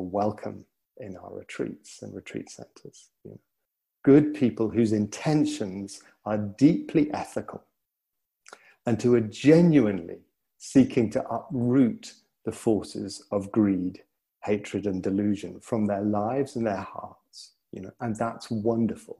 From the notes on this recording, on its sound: (Gaia House) Recording from the online retreat.